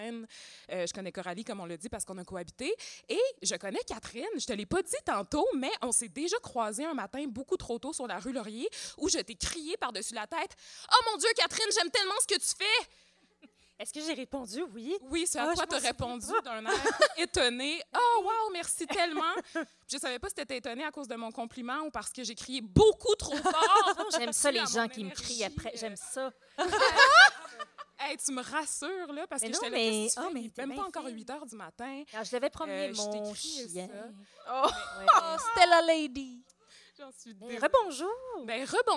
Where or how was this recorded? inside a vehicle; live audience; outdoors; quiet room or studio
live audience